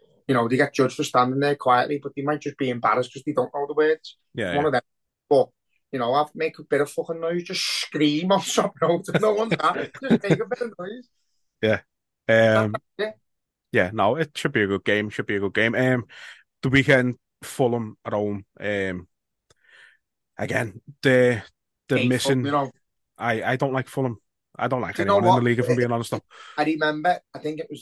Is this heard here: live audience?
no